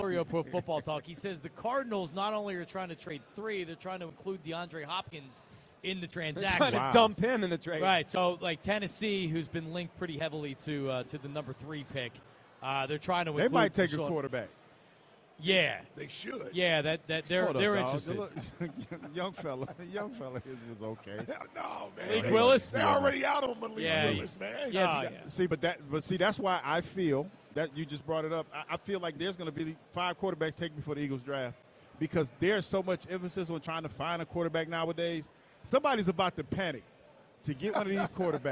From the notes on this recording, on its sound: broadcast live from the Linc.